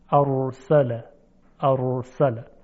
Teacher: سر زبان مرتباً با سرعت زیاد به حالت رفت و برگشت در مخرج حرف را واقع میشه. ارسل، ارسل، به این تکریر میگوید.